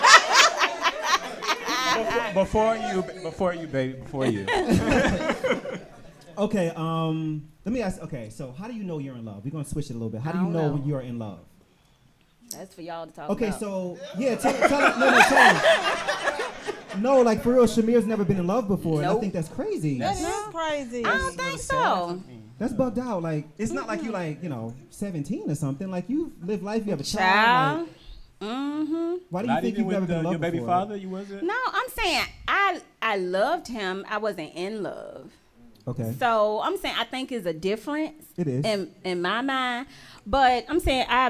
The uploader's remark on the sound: Live Show. LIVE in Charlotte, NC!!!!